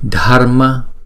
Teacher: Chữ D và chữ H ghép lại chúng ta phải đọc âm bật D, ha. Dharma, chúng ta đọc và phải nghe cái âm R trong đó ha.